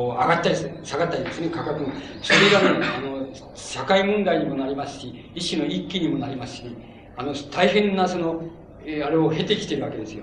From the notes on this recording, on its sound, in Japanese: 場所：長岡短期大学。講演は午前をかけて行われ、 午後の討議・質疑応答を含め 約３時間半にわたる全編収録。音源は主催者提供。客席から録音。